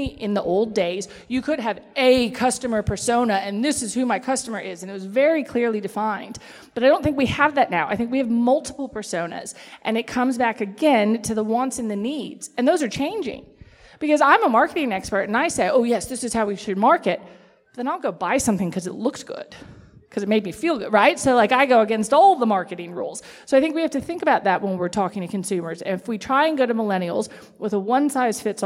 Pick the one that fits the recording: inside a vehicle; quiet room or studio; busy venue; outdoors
busy venue